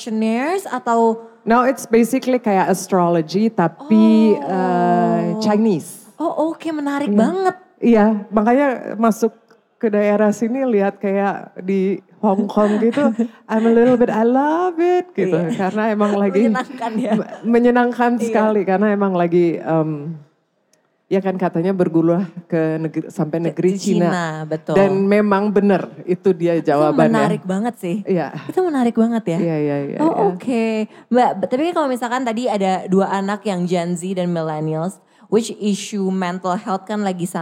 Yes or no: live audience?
yes